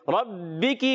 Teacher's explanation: را پر زبر آنے کی وجہ سے راپور ادا کریں گے